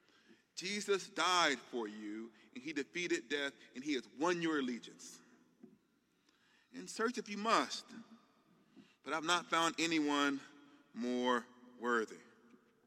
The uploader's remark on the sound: The keynote talk from the 15th Annual Mockingbird Conference in NYC.